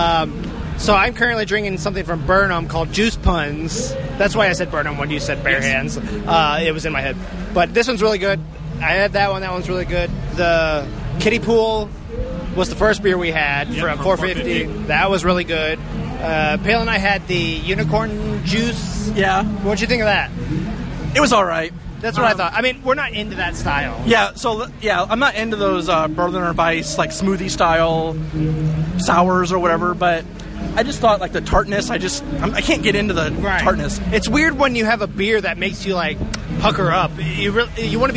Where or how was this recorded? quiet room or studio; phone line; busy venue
busy venue